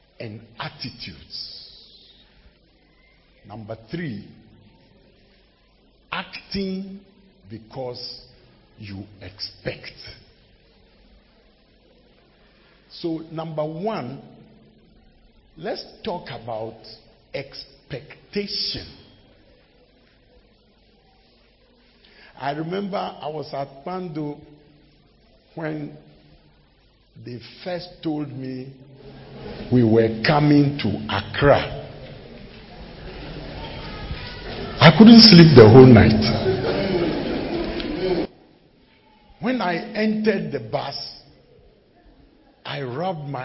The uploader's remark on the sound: preached at the closing of a church annual fast